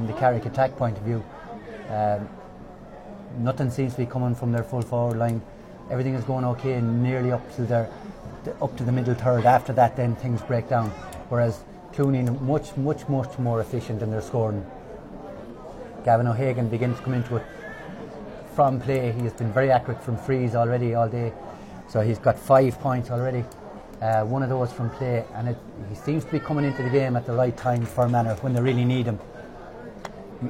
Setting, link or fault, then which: setting, busy venue